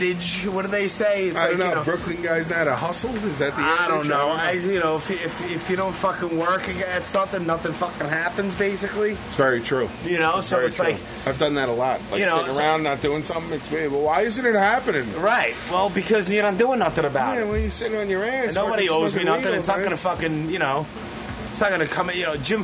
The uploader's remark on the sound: I met up with him at the usual spot... "The Colony Bar" in Huntington Station, Long Island...